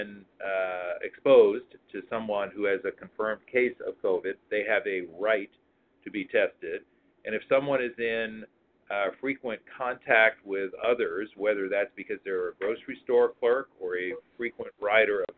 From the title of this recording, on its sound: Telephone Town Hall July 19th